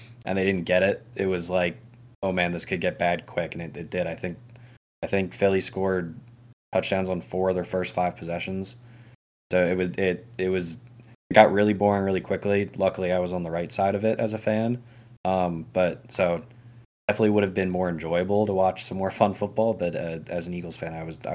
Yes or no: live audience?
no